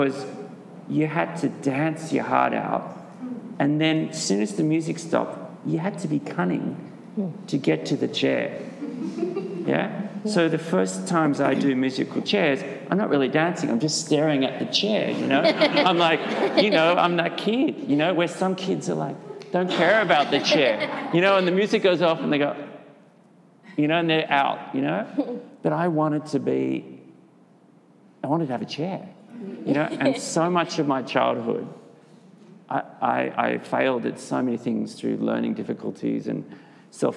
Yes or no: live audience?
yes